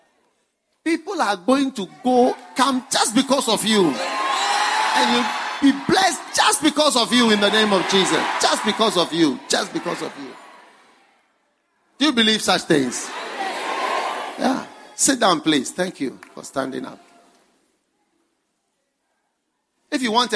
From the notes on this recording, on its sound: Preached at the First Love Watchnight Service.